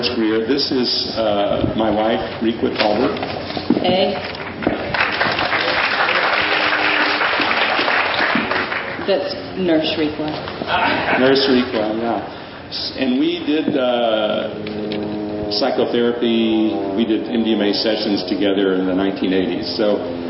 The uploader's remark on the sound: their 2006 Palenque Norte lecture at Burning Man